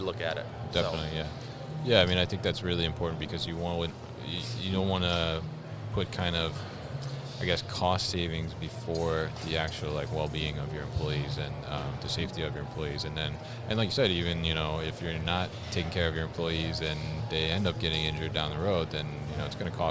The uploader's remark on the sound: They connected at MODEX 2020